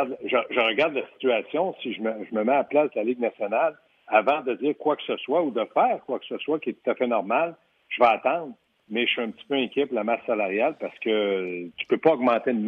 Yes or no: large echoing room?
no